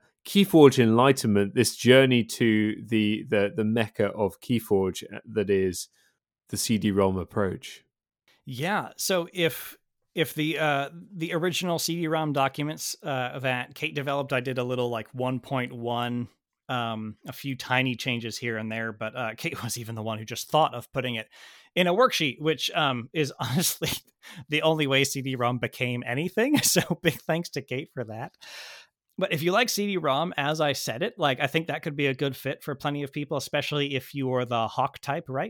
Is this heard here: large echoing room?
no